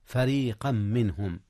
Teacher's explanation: إدغام تنوين فريقا في ميم منهم · Term: إدغام بغنة